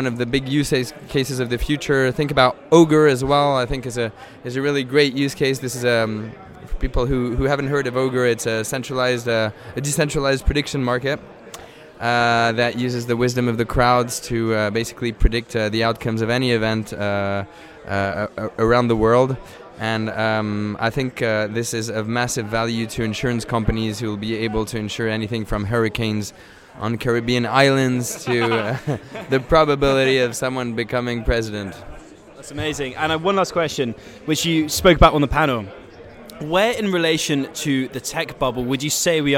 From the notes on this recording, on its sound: In today's episode comes to you live from SVK Crypto's biggest event to date